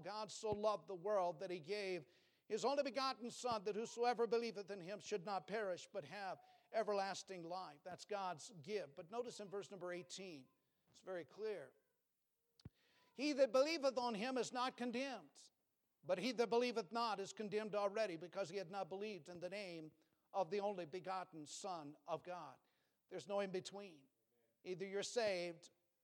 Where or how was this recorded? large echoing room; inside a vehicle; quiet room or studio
large echoing room